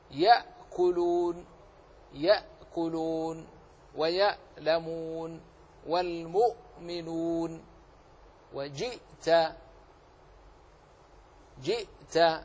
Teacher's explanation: تحس بنطقك بانتهاء الصوت عند أقصى الحلق وهي مخرج الهمزة